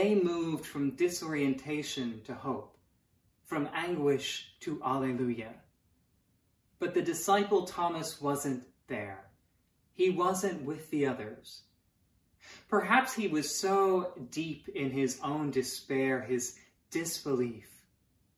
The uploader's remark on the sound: Sermons from Old South Church in Boston